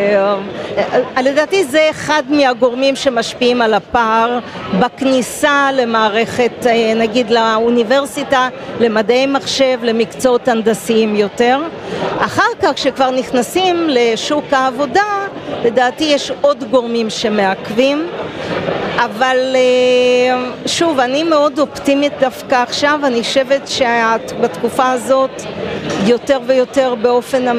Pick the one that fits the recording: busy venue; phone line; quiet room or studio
busy venue